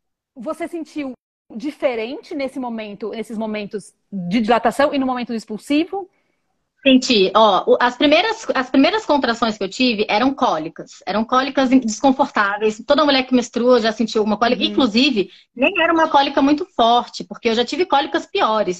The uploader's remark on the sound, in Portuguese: A conversa foi gravada ao vivo pelo meu Instagram